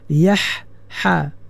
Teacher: pastikan ha, tengah halqum